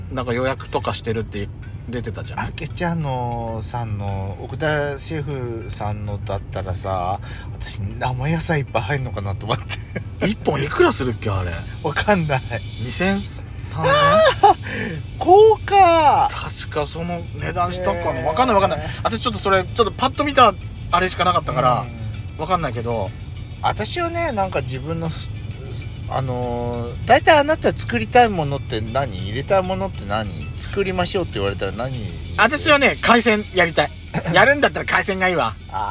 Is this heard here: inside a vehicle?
yes